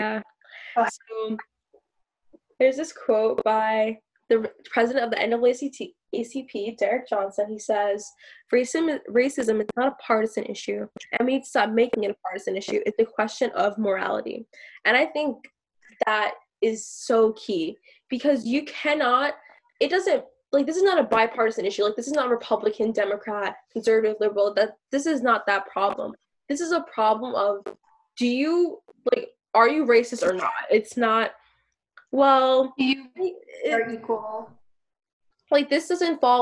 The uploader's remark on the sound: We've been recording through zoom because of the current social distancing situation, so the audio quality is not the best.